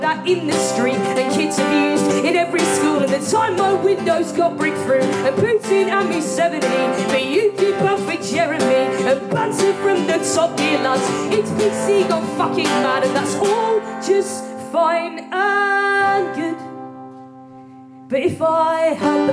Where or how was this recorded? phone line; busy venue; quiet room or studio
busy venue